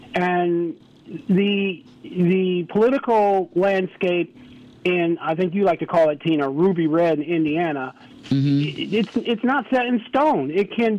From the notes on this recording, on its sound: Today We Had Open Lines, Focused Around Veterans Day. Our Callers Called In With Their Salutes & Stories.